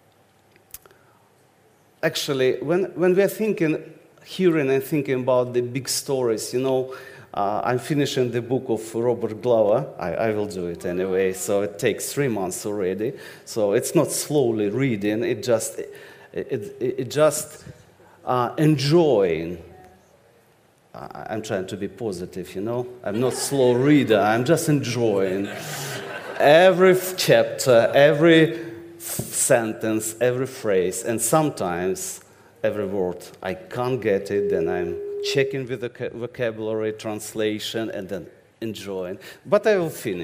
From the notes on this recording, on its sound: This sermon was recorded on Sunday 10th September 2023 at our Putnoe venue.